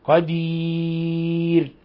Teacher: شيء قدير تنوين كسر جاء بعده القاف الحكم التجويدي إخفاء حقيقي. ثم الوقف على الراء من قدير بثلاثة العارض للسكون مع ترقيق الراء